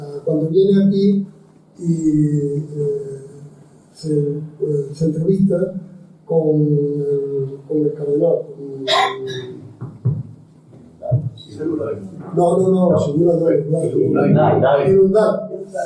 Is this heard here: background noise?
yes